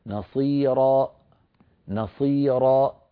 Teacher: أقفلت الوترين الصوتيين في الحنجرة، تعمدت إقفال الوترين الصوتيين فخرجت همزة، سأعيد نصيرا نصيرا، والصواب أن أقول نصيرا را، فأترك الوترين الصوتيين بعيدين عن بعضهما قليلا بحيث يمر منهما الصوت ويتلاشى صوت الألف ويخمد شيئا فشيئا، أما أن ينبتر مباشرة بإقفال الوترين سيؤدي هذا إلى خروج همزة ولا يصح.